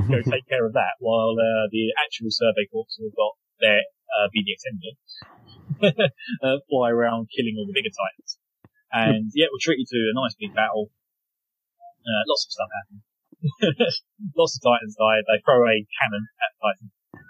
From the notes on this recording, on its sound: bad-ish audio quality